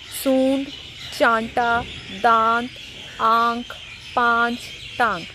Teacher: अनुनासिक है ये गले के साथ साथ इसमें नाक से आवाज निकलेगी